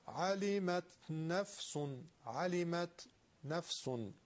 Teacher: ادغام تنوین در میم ما با غنه